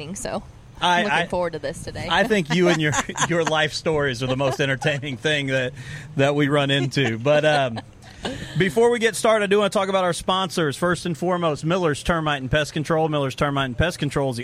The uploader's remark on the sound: podcast from the Vernon Labor Day Arts Festival on Saturday September 1st